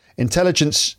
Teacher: intelligence, the stress is on the second syllable